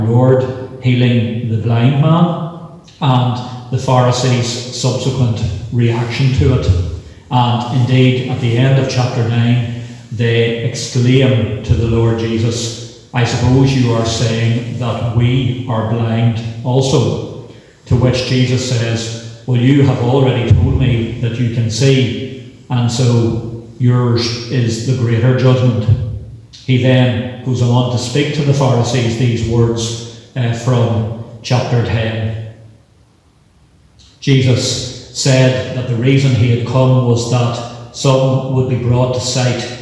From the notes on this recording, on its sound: This week the main service is from Christ Church, Ballyjamesduff which is part of the Kildrumferton Group in Co. Cavan.